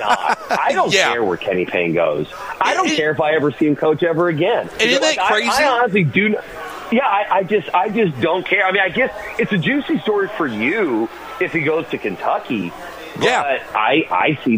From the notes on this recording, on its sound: Broadcasting live from BW3s on Westport Road!